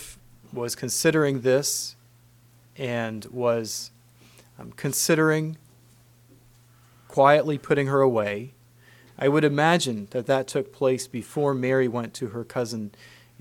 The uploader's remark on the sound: Christmas message preached at Word of Hope